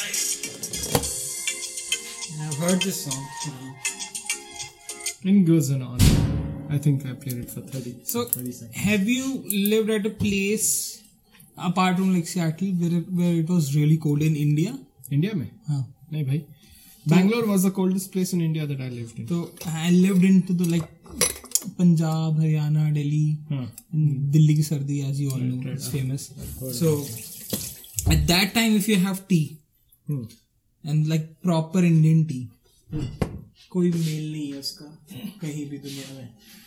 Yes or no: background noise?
yes